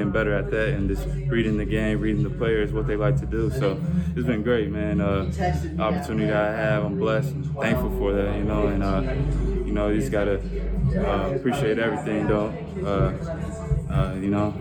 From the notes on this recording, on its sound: These interviews were recorded in the tunnel near the Herd locker room so there is some background noise, but you’ll be able to hear each player loud and clear.